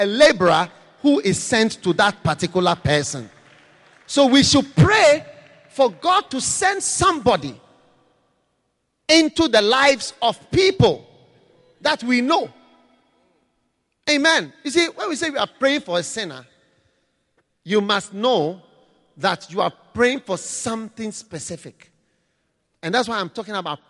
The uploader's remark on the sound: Preached at the Tuesday Service, Qodesh, February 2013.